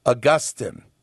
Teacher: So when you drop the Latinized us, Augustinus, drop that, and then you have Augustine, but you want to put the emphasis on the second to the last syllable again, so they say Augustine. · Term: penultimate syllable